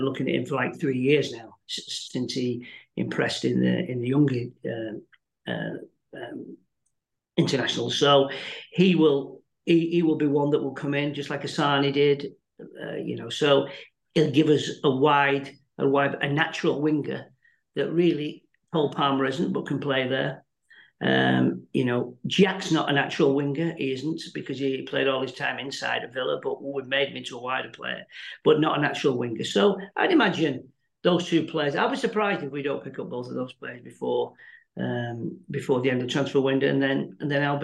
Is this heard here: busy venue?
no